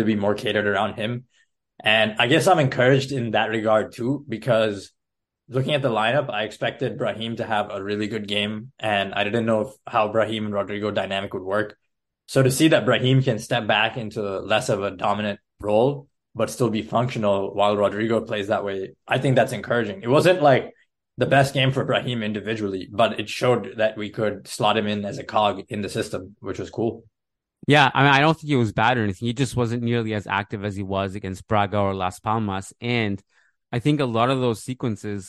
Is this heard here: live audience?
no